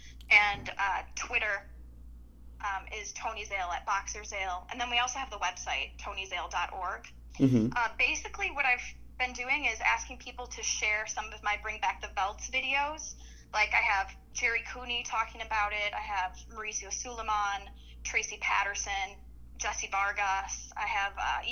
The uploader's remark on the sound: I recently had a phone interview